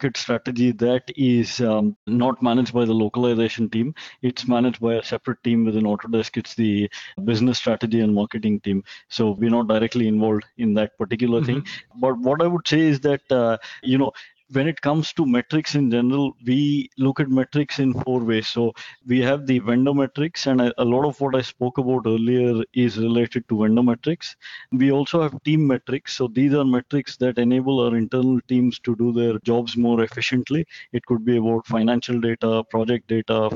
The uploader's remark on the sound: This podcast episode is the recording of an online experts panel.